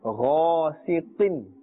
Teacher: The Qaf must be pronounced, keep its makhraj in mind, pronounce it with a thick tone and a little bit of a harder sound.